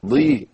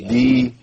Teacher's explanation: ايوه الضاد المكسوره ضي مش دي، في ادنى مراتب التفخيم · Shown in: first take